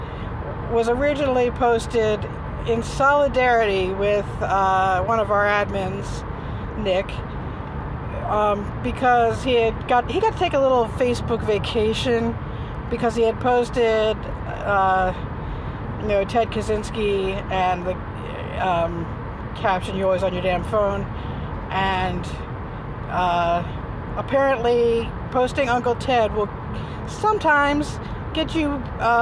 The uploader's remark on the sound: talks to herself in the car